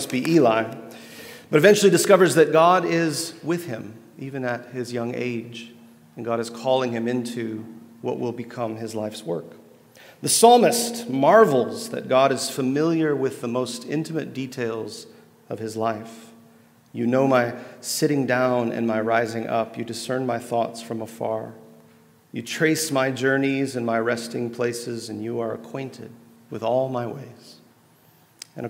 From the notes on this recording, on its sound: at The Table Worship gathering